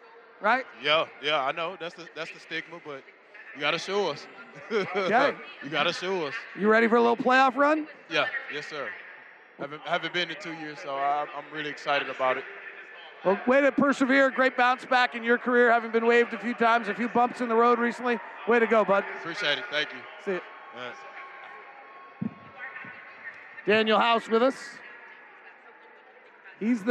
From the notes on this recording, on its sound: Jazz Postgame Show. Courtside interview. Postgame press conference audio.